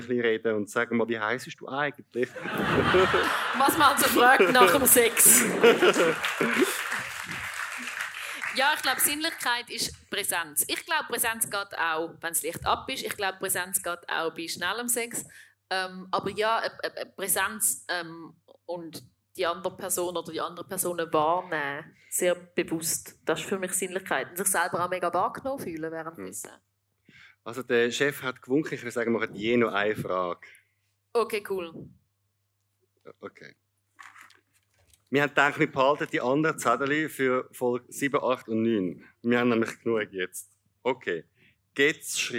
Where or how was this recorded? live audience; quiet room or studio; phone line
live audience